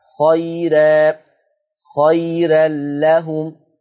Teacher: لكان خيرا ترقيق الراء وقفا ووصلا لورش عن نافع